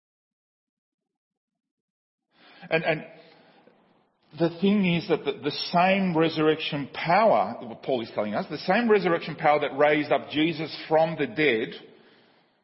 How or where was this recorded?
large echoing room